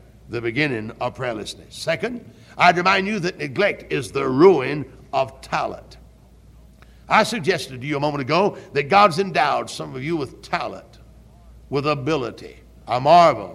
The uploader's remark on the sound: Originally preached at Tabernacle Baptist Church in Greenville, SC